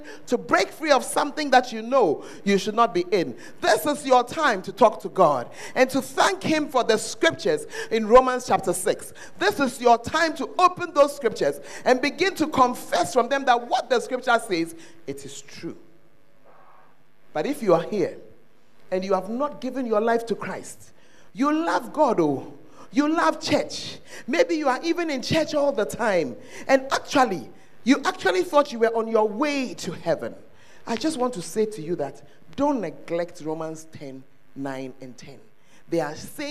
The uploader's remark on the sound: Preached at First Love Church, Ayeduase